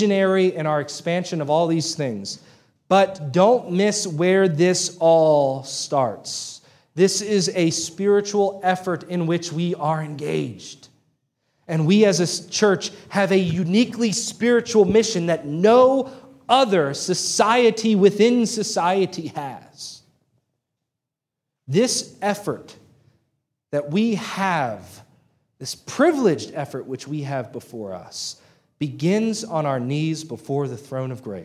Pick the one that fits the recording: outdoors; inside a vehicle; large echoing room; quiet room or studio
large echoing room